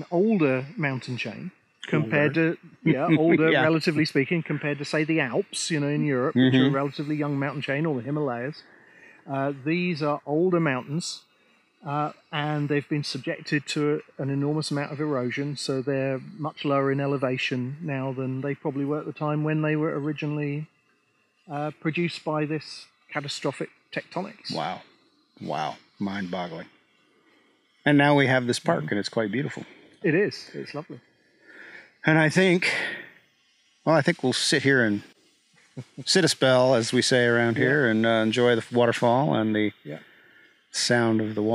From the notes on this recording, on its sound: At the Great Smoky Mountains! This episode was recorded in the park and therefore has road, cicada, and creek noise in the background.